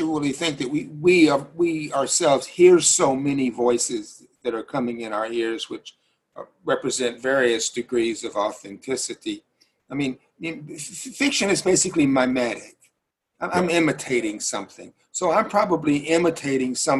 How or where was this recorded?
video call